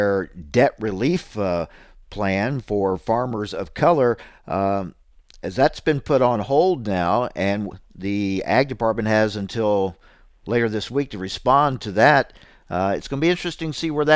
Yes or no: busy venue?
no